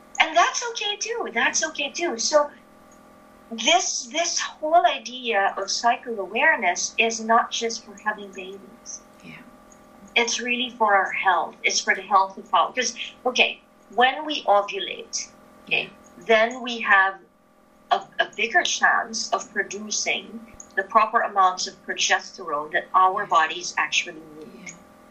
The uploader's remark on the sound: A lot of interesting perspectives show up in this conversation which was recorded online.